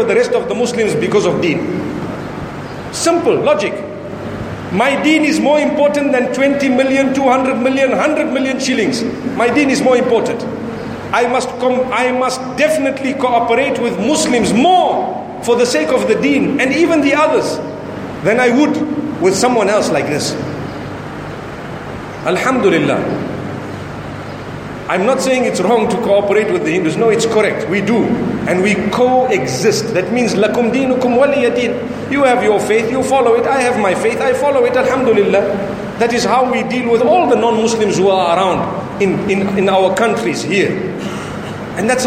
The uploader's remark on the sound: Lecture delivered in Dar es Salam, Tanzania at the Sunni Muslim Jamaat Masjid.